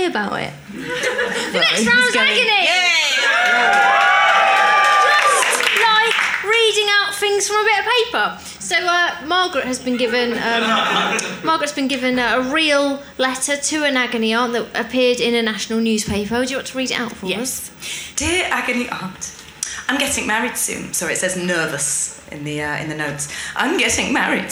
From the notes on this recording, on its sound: recorded at the Phoenix back in June